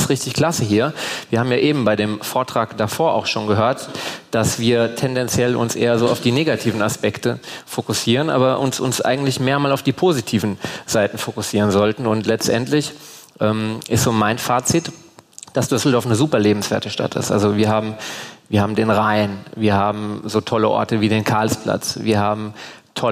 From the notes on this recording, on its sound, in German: Wurde auf der "Langen Nacht der Politik" am 8.11.2019 live aufgezeichnet. In den Fürst&Friedrich Designoffices in Düsseldorf-Friedrichstadt.